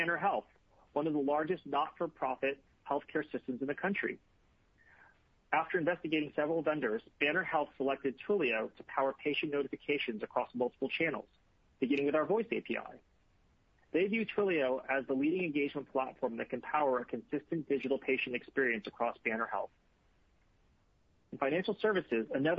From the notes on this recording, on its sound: Earnings Conference Call